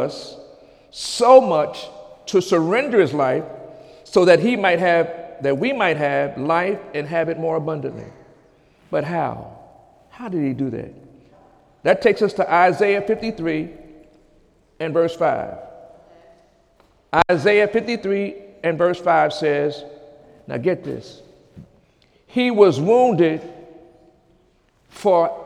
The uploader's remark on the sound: During Sunday morning service on April 1, 2018